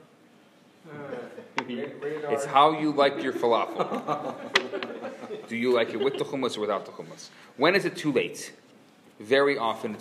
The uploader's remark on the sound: Recorded Live at Rohr Chabad NDG in Montreal, Canada.